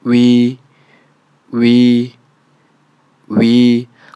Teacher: 所以大概是从“呜，过渡到“一”这样的一个口型